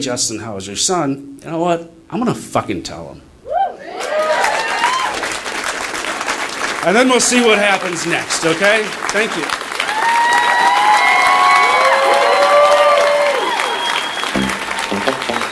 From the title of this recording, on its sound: Live From Minneapolis